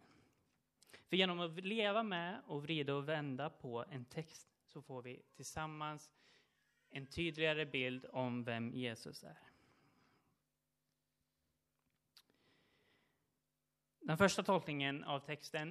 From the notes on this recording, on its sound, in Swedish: Inspelad under gudstjänst på Löfstadkyrkans sommarhemm Furuvik i Tranås 2023-07-30.